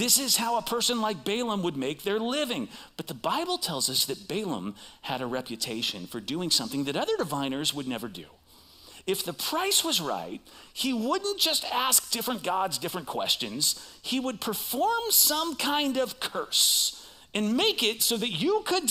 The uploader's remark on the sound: Recorded live at CrossWinds Church on Jan 14th, 2024